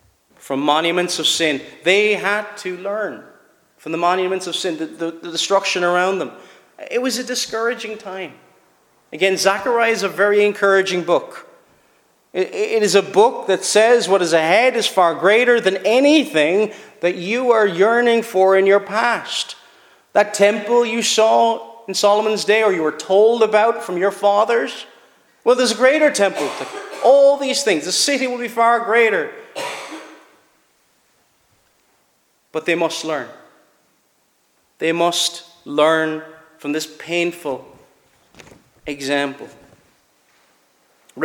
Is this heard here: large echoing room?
yes